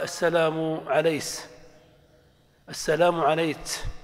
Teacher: عليس، أو إتباع كاف المؤنث الموقوف عليها سيناً فيقال السلام عليكس، أو قلب كاف المؤنث الموقوف عليها بين الكاف والسين · Term: الكسكسة